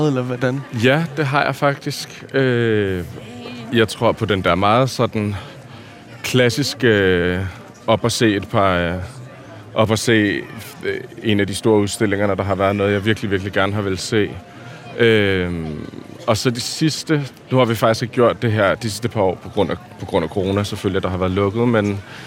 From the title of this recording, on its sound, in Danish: på en lydtur i Louisianas park